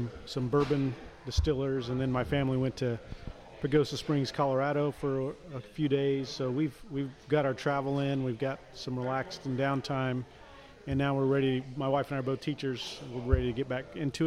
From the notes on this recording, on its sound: live from Manhattan Brewing Company